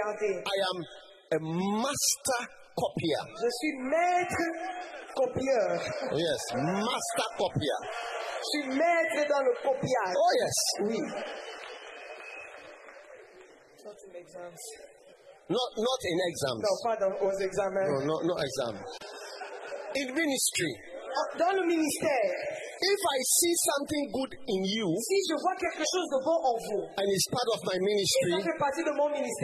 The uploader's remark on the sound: Preached at the Day 3 of the Healing Jesus Campaign Pastors Conference in June 2023, Libreville-Gabon.